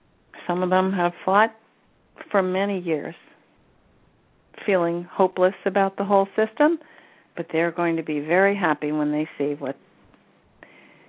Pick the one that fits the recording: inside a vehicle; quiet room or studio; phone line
phone line